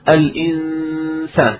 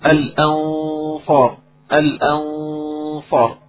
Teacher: أما مثلا كلمة الأنصار عندنا نون ساكنة بعدها صاد، إذا الحكم إخفاء، الصاد هذا حروف التفخيم يعني، إذا الغنة تكون مفخمة · Shown in: second take